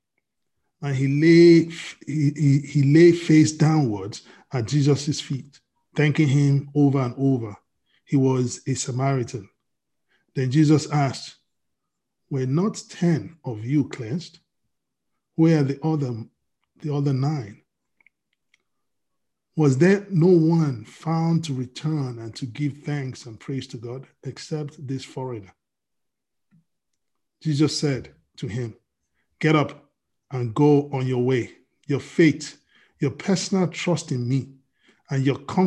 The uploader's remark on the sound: We are on Zoom now. Starting Today, Princeton FTLW Church will be having our Sunday services on Zoom.